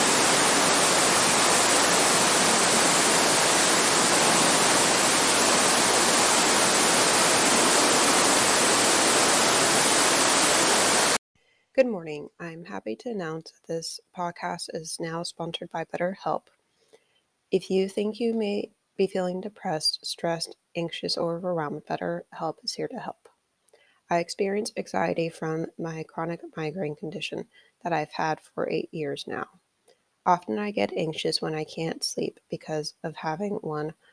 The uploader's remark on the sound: Crackling Campfire. Today we have campfire sounds to help you relax.